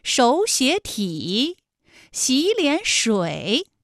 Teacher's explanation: 前两个音节是二声，也就是三五，三五加三五，最后一个字是214